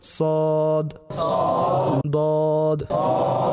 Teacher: জিহ্বার যে পার্শ্ব রয়েছে এটা উপরের দাঁতের গোড়ার সাথে লাগবে